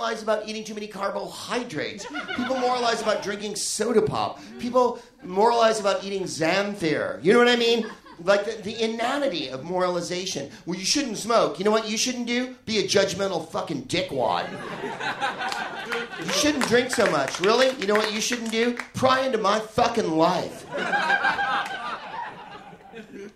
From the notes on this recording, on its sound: Live from the Soho Theatre in London